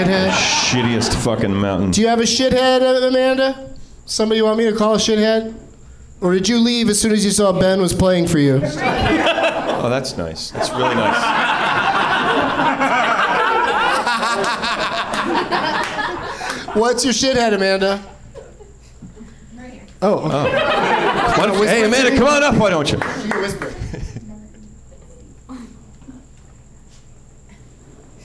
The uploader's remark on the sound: Live from the NerdMelt Showroom in LA